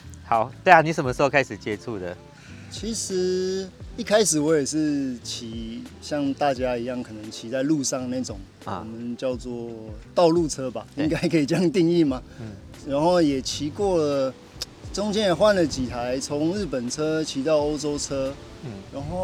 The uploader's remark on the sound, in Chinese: 所以騎完車 ，我們找個草原後，就這樣躺著 吹著風曬著太陽下，完成這次的錄音。當然戶外的音質不是最完美的，但有溫度～。